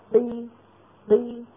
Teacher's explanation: تباعد طرفا مخرج القاف وصاحب ذلك انخفاض للفك السفلي إلى أسفل